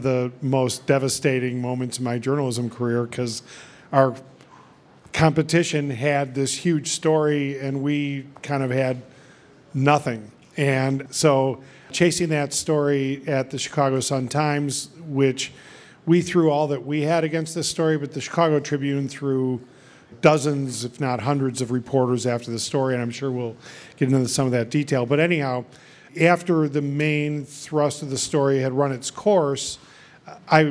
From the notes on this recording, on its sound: Got together at the Texas Taco Bar in Chicago to have a live panel discussion and Q&A.